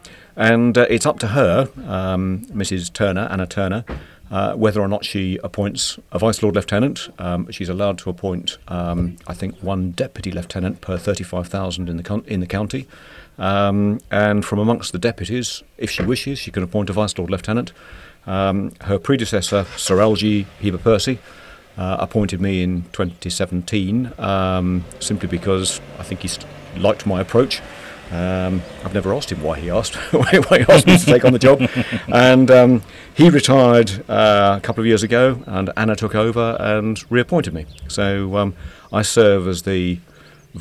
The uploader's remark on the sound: Coming to you from outside The Royal Hill Pub in Edgerely on a bright, sunny day